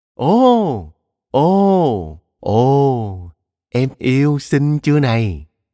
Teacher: Bắt đầu câu nói, giọng chị rất cao, rồi chị hạ giọng xuống thấp hẳn